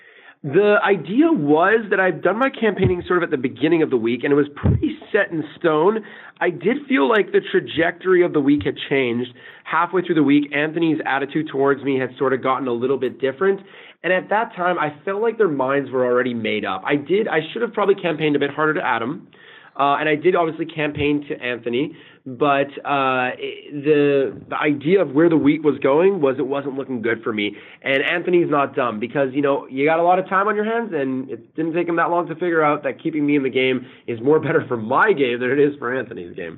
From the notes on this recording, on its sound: Phone Interview.